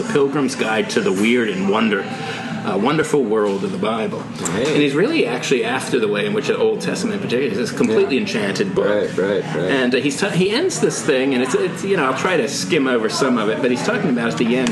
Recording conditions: background noise